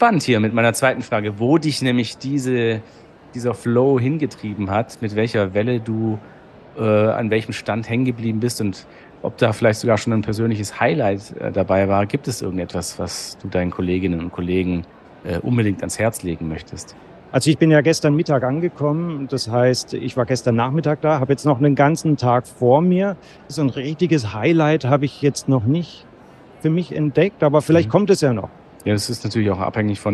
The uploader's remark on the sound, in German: Live auf der IDS 2023 in Köln